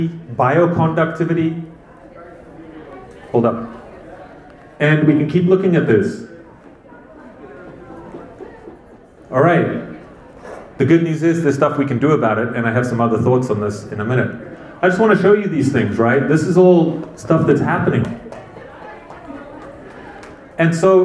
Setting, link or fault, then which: setting, live audience